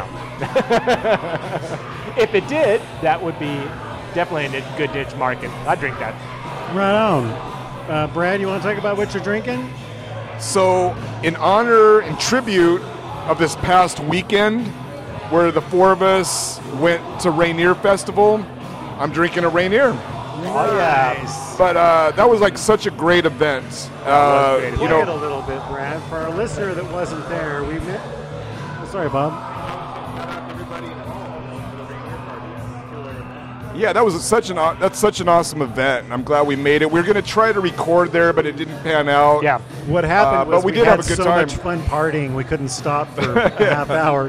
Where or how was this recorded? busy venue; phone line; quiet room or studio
busy venue